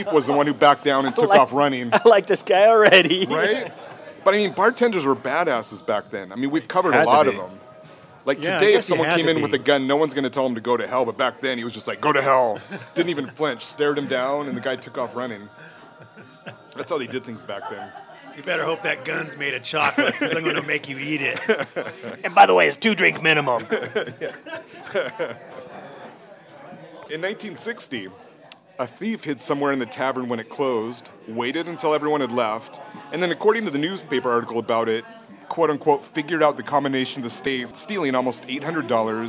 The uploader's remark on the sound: Recorded live in a dark corner of Streamline Tavern in lower Queen Anne.